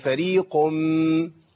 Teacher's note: ولا كاف يبقى فريق المشكله ان جه بعد القاف ميم مرققه فاللي بيحصل ايه قاف مفخمه والميم مرققه